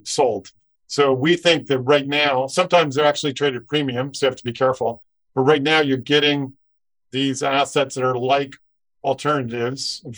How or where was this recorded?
video call